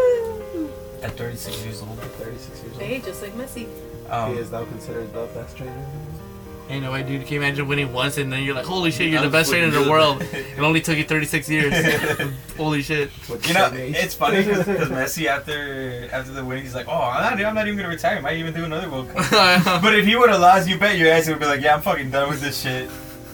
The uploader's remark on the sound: This special episode will have background music to cover the horrendous white noise in the background of our recording, sorry.